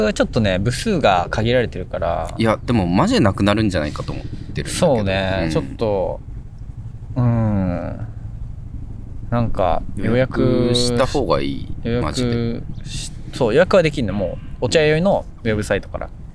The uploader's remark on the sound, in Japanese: 久しぶりに外で収録